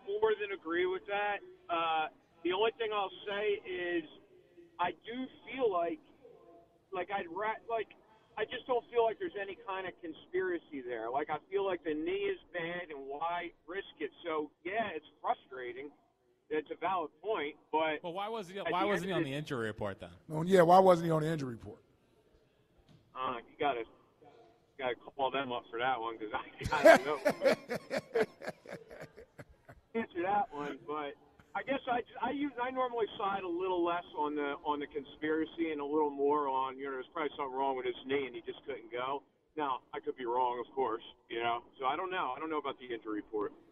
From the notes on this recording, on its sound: live at Chickie's in South Philly